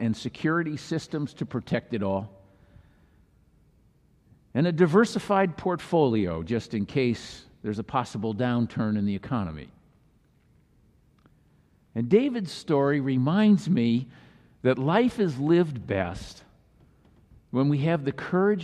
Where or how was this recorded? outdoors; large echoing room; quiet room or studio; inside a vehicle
large echoing room